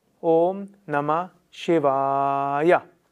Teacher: Wenn also auf ein Wort, das mit As endet, ein nächstes, das mit Sha beginnt, dann folgt, dann wird aus dem As ein A.